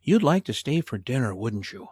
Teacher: You hear my intonation, how it came down, not up, because it's not a true question. This is simply an offer.